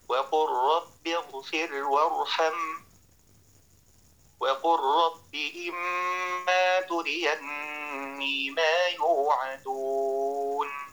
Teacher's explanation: بل بالواجب أن ندغم اللام في الراء حيث وقعت، وهذا عند جميع القراء